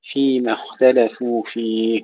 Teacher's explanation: نرقق أيضا التاء التي بعد الخاء · Term: ترقيق التاء